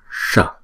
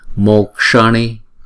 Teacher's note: Chữ S này là uốn cong lưỡi lại và búng ra S. Và N cũng vậy.